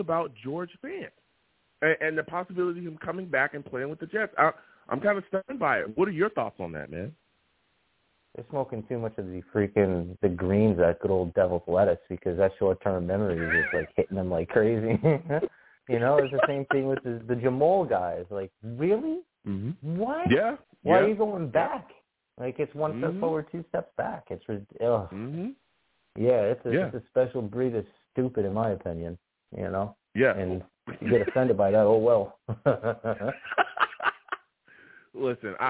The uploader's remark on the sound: I take live callers!